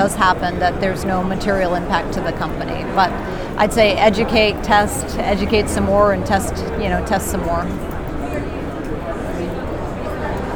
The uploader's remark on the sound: while both were at the RSA 2019 Conference